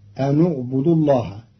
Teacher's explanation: قرأ قالون كلمتي أن اعبدوا بضم النون وصلا لضم ثالث الفعل، فتصير الجملة أن اعبدوا الله.